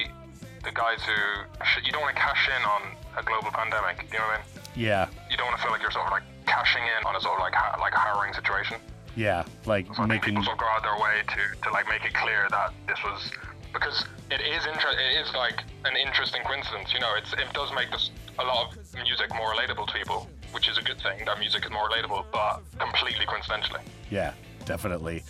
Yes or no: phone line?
yes